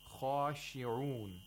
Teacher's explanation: We have a kha with tafkhim. At the highest level.